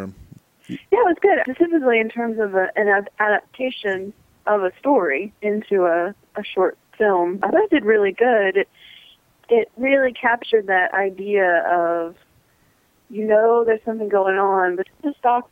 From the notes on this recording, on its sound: joins by phone